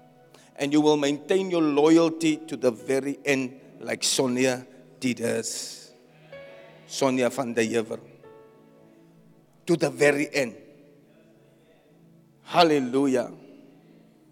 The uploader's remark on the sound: Preached at Zion Sanctuary, Cape Town